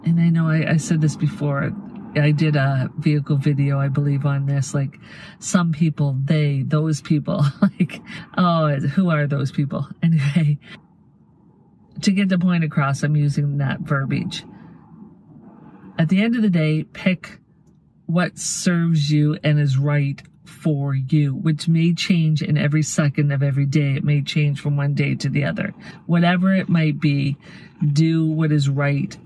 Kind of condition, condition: setting, inside a vehicle